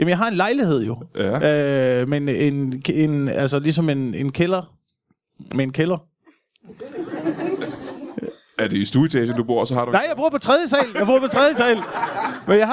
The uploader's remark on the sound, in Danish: LIVE fra HCA Festivals.